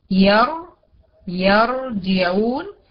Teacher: بصيت لليه اللي قبل الريه الساكنة لقيتها مفتوحة، يبقى الريه هنا مفخمة